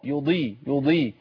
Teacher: يضل به. لازم حافة اللسان. حافة اللسان الجانبية. نعم. تلتصق بالأضراس العليا.